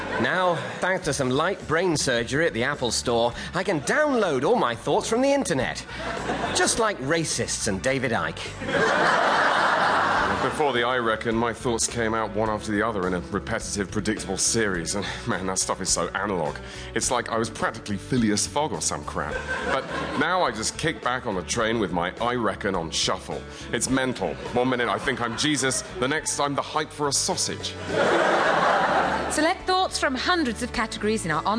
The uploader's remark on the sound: performing in front of a live audience